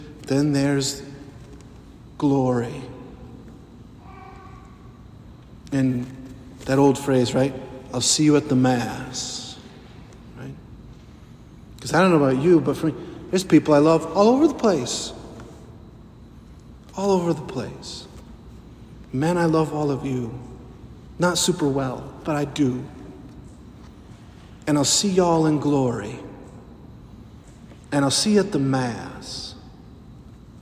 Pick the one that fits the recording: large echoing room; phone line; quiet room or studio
large echoing room